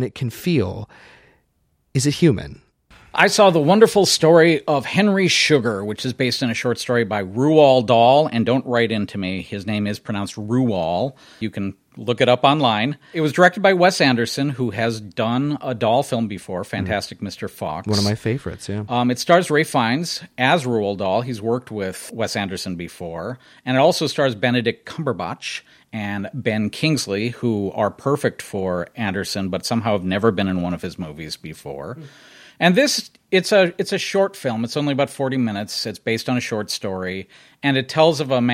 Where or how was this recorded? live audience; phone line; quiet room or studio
quiet room or studio